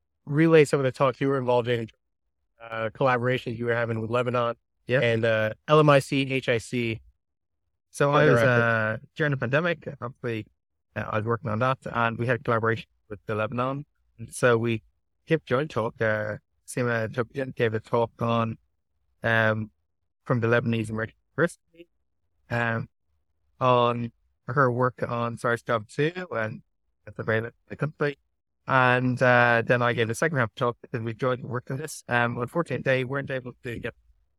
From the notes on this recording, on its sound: Set against the picturesque backdrop of Vancouver. Sorry about the audio quality, we were outdoors and our microphones weren't working as intended.